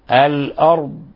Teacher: من حافة اللسان مع ما يليه من الأضراس، مع ما يليه من الأضراس العليا، الأرض، ولا نقلقل الضاد.